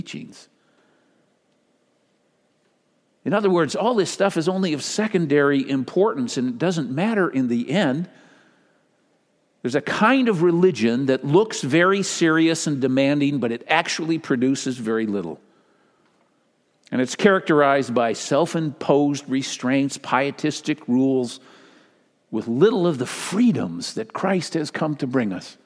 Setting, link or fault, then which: setting, large echoing room